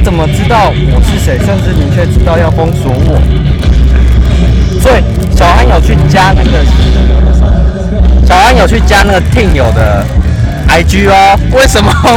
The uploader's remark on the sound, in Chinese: 野外錄出。在意音質者請注意！！！！錄音來自2020年漂遊者音樂祭現場收音。